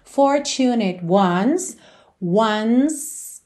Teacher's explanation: do N vai direto pro S, tá? Não pronuncia o E.